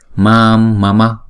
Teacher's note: Chữ này không đọc là mam mà là mam, bởi vì chữ a là hai nhịp thì chúng ta phải kéo dài chữ a đó trước hai nhịp rồi chúng ta mới đóng chữ a đó lại